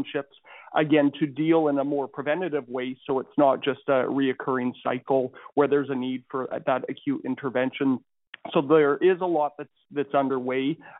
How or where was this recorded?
phone line